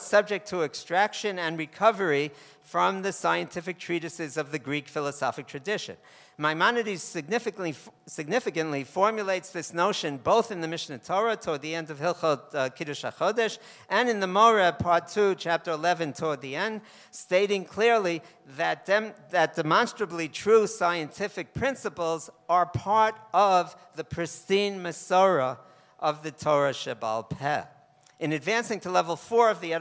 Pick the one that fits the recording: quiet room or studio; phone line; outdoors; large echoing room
large echoing room